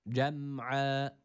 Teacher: Bir elif miktarı uzatıyoruz. Boğazımızı sıkarak ayn harfini çıkartıyoruz. Yine burada a'ya yakın bir ses ile.